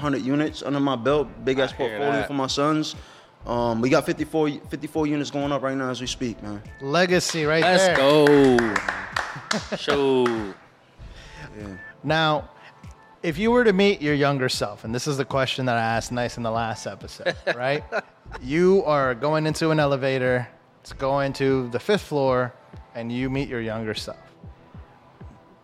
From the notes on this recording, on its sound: Empower 610 Episodes recorded at La Vida Cafe.